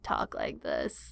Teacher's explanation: kind of like a monotone, but a little bit of a crispy nature to your voice · Term: vocal fry